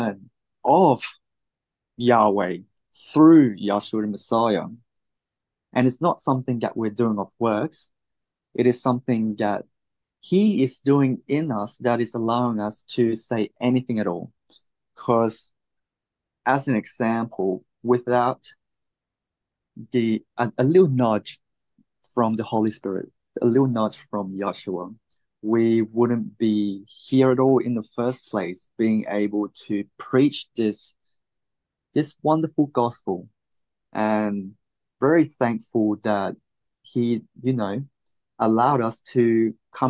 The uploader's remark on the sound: Oceanside Zoom Class